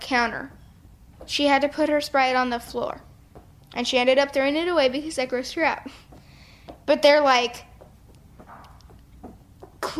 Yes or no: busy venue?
no